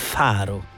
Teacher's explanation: una fricativa labiodentale sorda